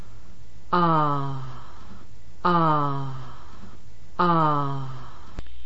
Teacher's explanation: Notice that after my slight correction of her pronunciation, the next sound is particularly articulated with an extremely striking start to the ah sound